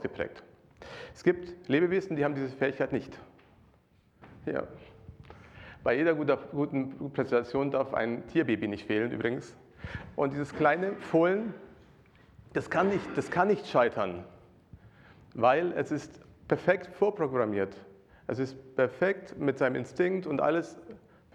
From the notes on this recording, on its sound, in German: Predigt aus dem Gottesdienst